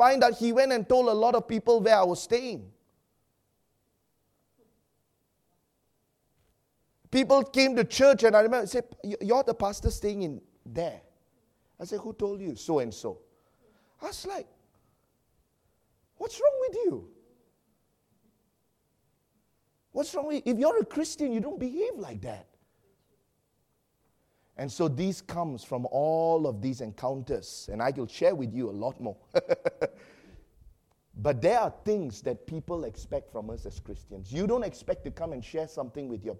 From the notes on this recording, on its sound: preached during our Sunday evening service